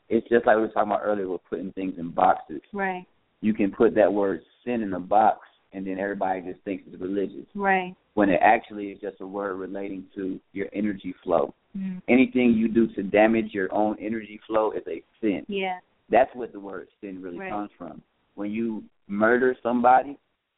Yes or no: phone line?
yes